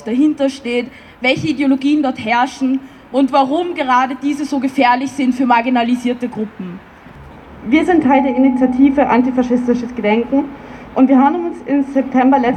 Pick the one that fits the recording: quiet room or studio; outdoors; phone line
outdoors